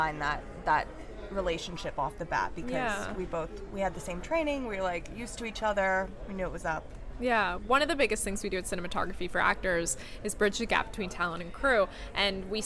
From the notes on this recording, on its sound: We are live, on-location at the TCL Chinese Theatre for the 19th annual Oscar Qualifying HollyShorts Film Festival. HollyShorts LIVE. We are live, on-location at the TCL Chinese Theatre for the 19th annual Oscar Qualifying HollyShorts Film Festival , as the official podcast partner.